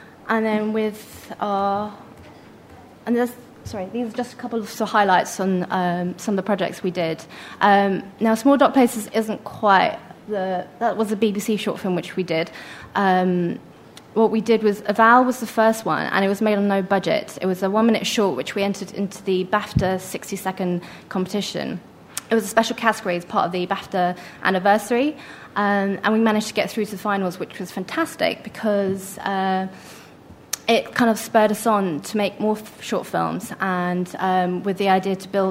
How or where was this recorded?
busy venue